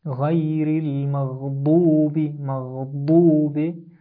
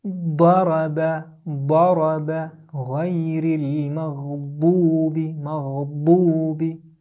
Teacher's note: I'm pronouncing it from the same point of articulation as that of dal, but I'm making it very heavy and I try to fill my mouth with air. · Term: Dal Mufakham